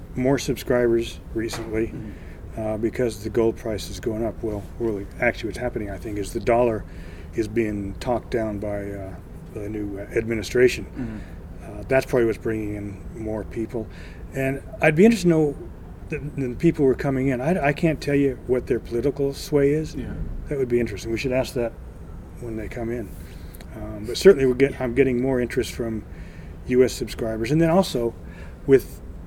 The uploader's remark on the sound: at AME BC's Roundup 2017 conference